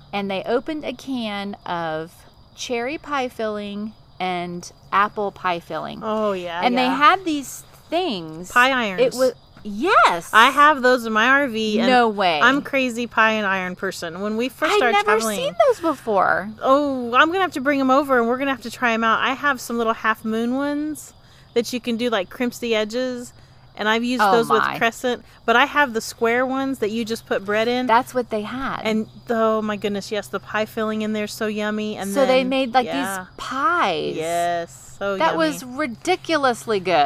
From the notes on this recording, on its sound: The Roadschool Moms crew pulls up a chair by the crackling campfire. The replay is a live recording by the Roadschool Moms team from the back porch and behind the wheel. Broadcasts from central Florida.